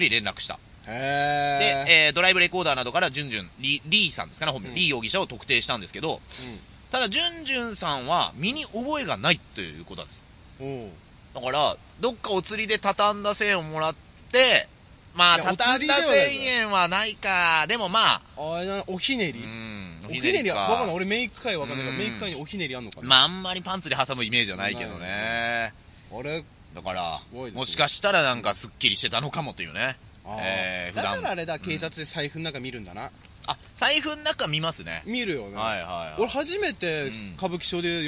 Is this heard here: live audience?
no